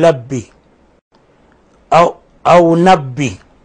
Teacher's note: تقريب راء ربي إلى اللام والنون أو النون فمثلا بل أن يقول ربي يقول لبي أو نبي.